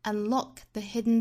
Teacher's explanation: Unlock 这个 k 的发音做不完全爆破